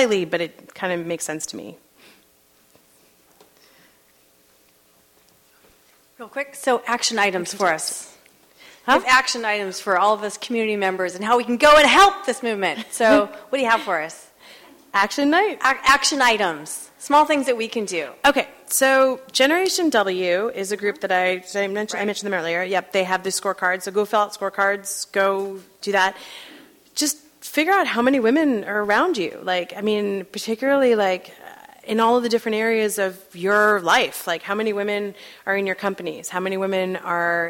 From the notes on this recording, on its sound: at Town Hall Seattle